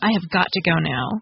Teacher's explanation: with the emphasis on the word got